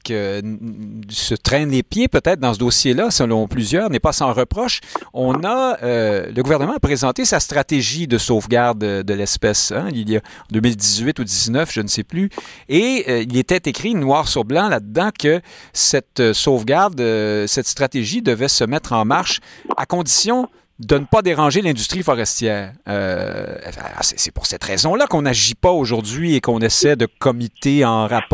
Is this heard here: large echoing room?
no